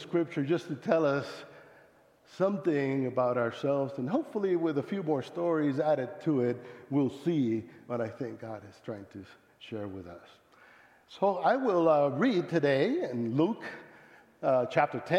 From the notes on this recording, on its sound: Speaking at South Sub Christian Church Littleton CO